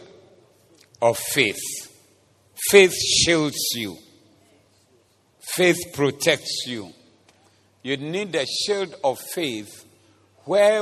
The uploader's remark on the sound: Preached at the Zeloo Service